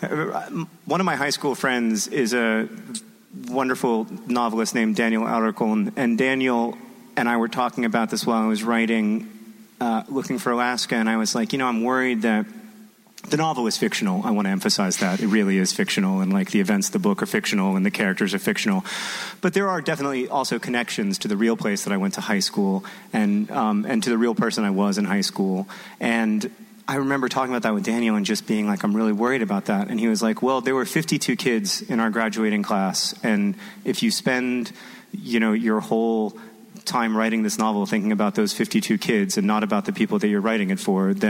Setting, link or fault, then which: setting, busy venue